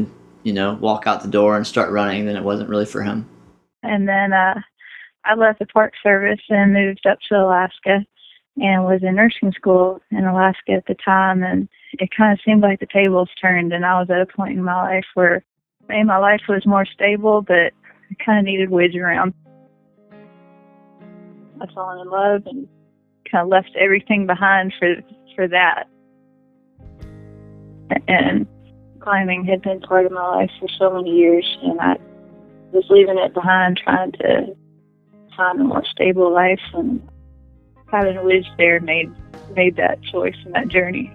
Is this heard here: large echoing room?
no